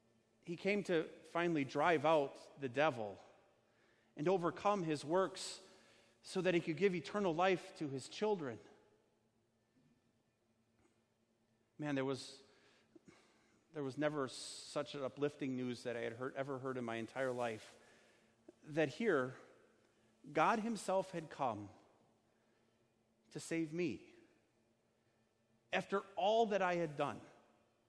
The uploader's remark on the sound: Sermon delivered at Our Savior Lutheran Church in Birmingham, AL, on Sunday, June 23rd, 2019.